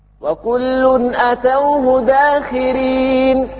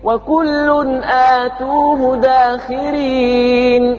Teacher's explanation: والباقون آتوه بالمد مع ضم التاء · Shown in: second take